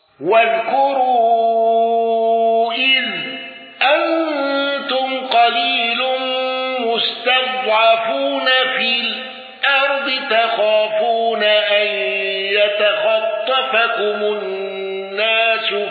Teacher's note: ابن ذكوان بالسكت على المفصول وأل واندرج معه حفص